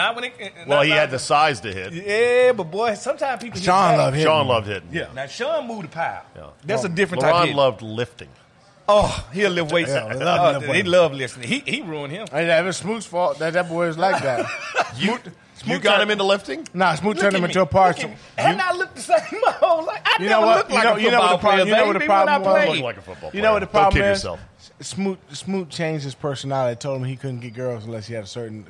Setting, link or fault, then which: setting, busy venue